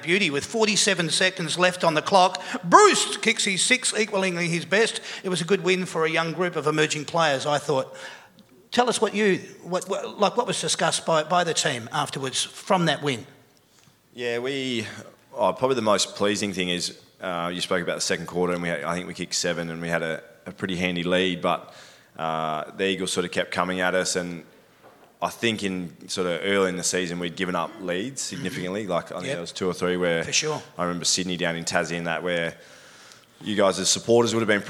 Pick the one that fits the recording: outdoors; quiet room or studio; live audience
live audience